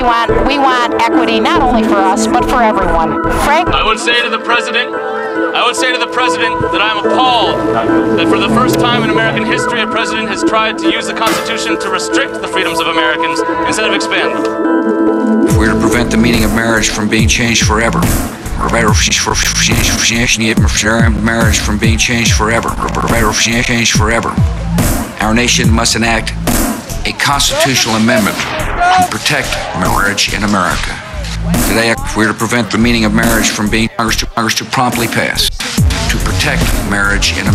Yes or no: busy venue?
yes